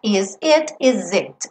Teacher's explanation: Esse S ganha o som de Z porque eu vou ligar numa vogal.